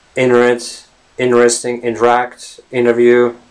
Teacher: if the N sound is followed by T, the T gets assimilated and you basically don't even hear it · pronounce the words internet, interview, interact, and similar words without the T sound. Basically, you just omit the letter T. · Term: assimilation